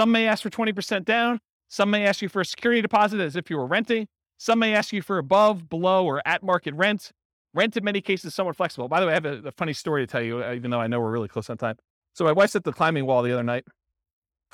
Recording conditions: live audience